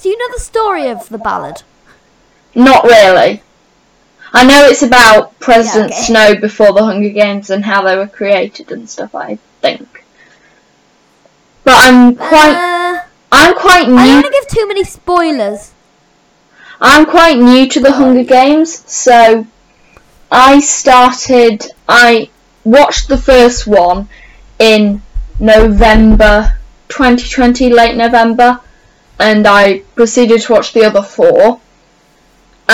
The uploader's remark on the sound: Sorry for the echo.